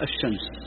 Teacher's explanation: يعني أن ال في الشمس أدغمت فتقول الشمس · Term: الشمسية